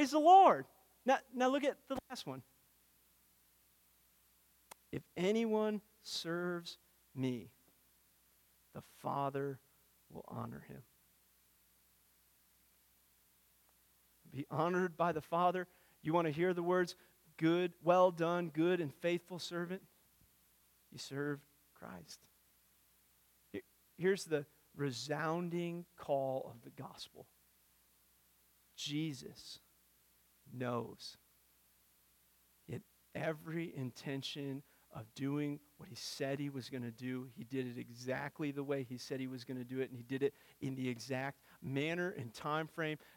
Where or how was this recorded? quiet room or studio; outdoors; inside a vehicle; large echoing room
large echoing room